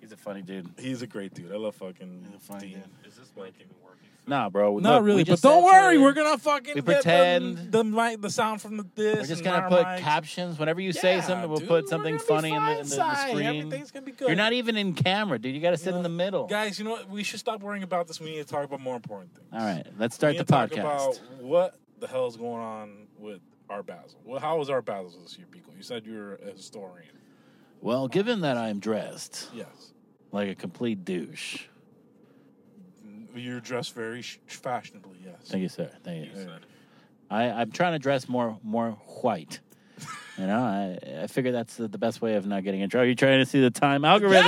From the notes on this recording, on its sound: we are in the car